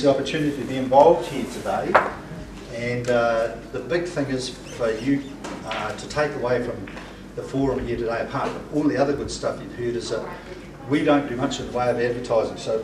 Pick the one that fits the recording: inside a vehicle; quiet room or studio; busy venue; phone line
busy venue